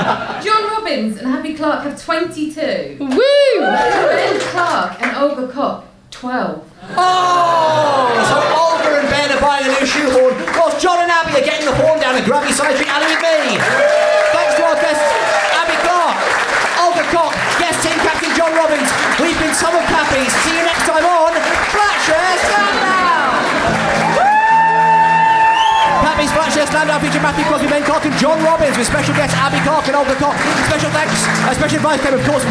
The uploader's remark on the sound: Recorded live at The Phoenix pub.